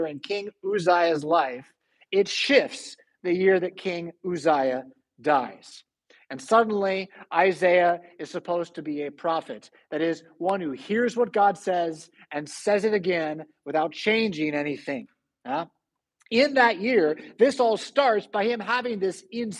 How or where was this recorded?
large echoing room